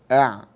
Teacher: ثم وسط الحلق العين والحاء المهملتان